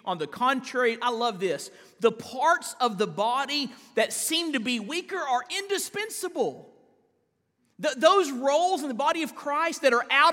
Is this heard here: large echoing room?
yes